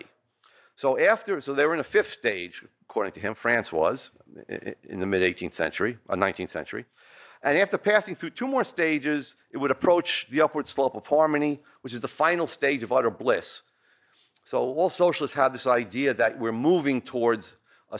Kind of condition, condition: setting, large echoing room